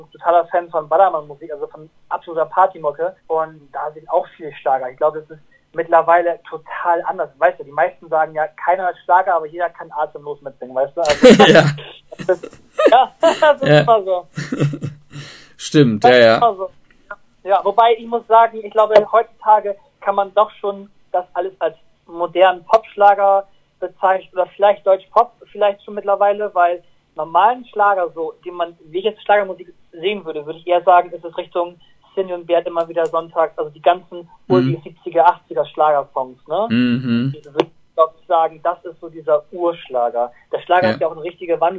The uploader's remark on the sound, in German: Der sympathische Sänger stand uns außerdem für ein interessantes Telefoninterview zur Verfügung.